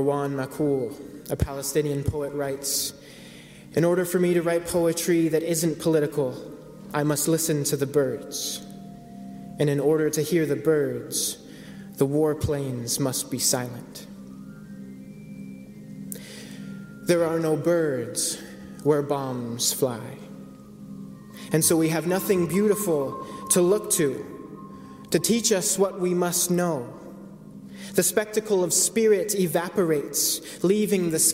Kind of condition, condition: setting, large echoing room